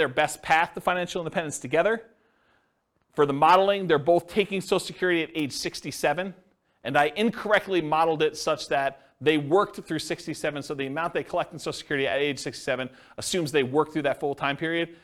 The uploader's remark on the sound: This was a live class recorded